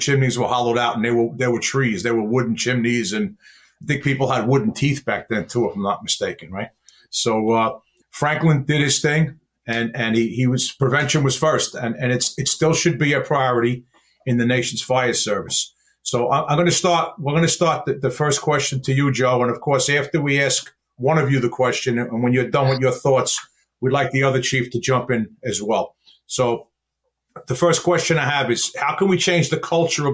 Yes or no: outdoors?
no